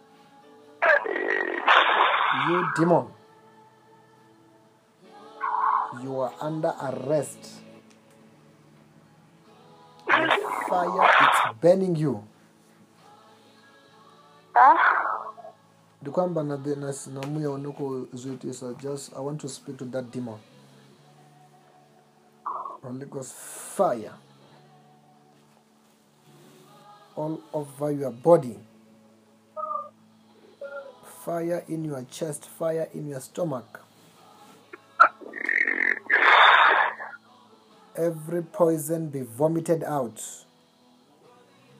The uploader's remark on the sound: Deliverance over the phone in JESUS NAME.